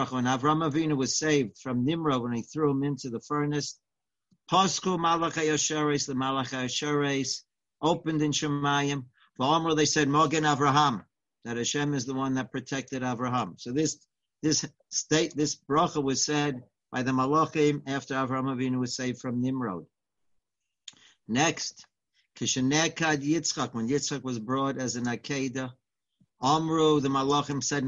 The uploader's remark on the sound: Live On Zoom